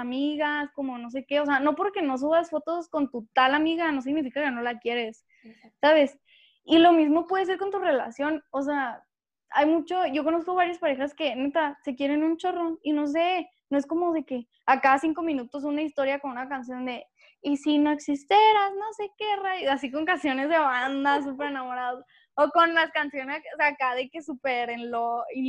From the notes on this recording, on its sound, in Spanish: Tuvimos algunas dificultades para grabar.